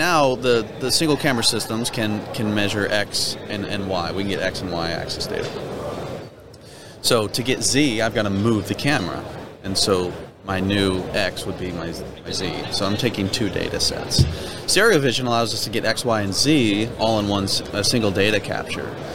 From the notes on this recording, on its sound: We're onsite at the 30th Annual SMRP conference. We're onsite at the 30th Annual SMRP conference.